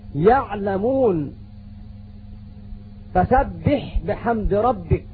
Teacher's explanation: وسط الحلق يخرج منه العين والحاء